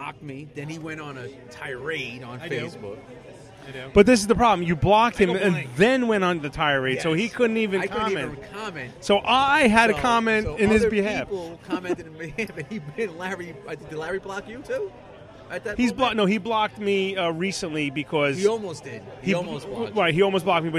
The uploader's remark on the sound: We recorded LIVE from Miller's Ale House in Levittown, NY.